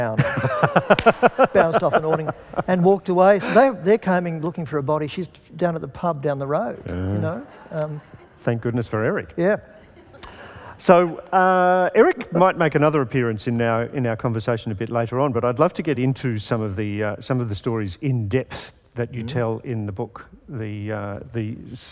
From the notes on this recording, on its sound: This session was recorded at the 2018 Newcastle Writers Festival and supported by the Newcastle Music Festival.